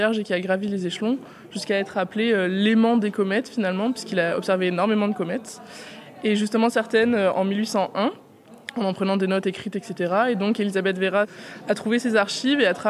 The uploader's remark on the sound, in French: Un reportage en itinérance durant le festival des Sciences et de l'Innovation. À la rencontre des festivalier·es et des chercheur·es.